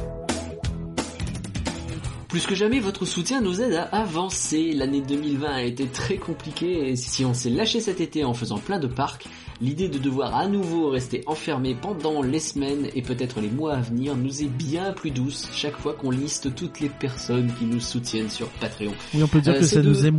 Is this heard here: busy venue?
no